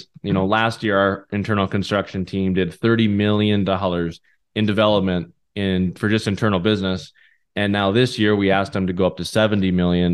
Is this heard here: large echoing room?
no